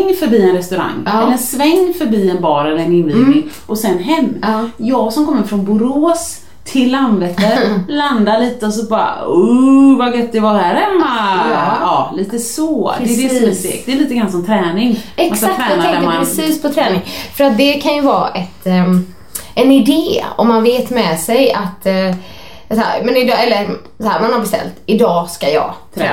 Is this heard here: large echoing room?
no